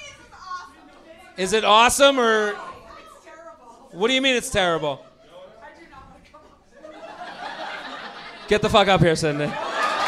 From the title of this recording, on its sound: LIVE From Comedy Works in Denver